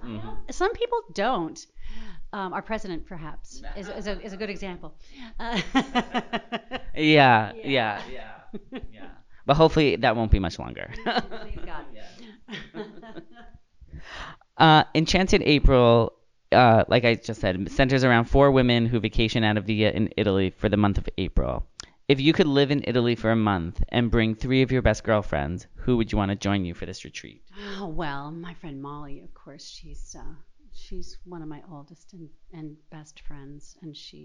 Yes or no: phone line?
no